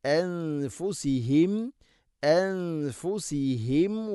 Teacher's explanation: അൻഫു നൂനിനെ അവ്യക്തമാക്കി മണിക്കണം